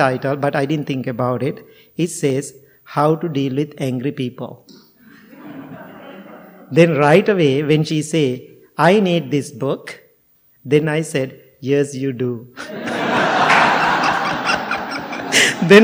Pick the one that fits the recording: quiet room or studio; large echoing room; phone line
large echoing room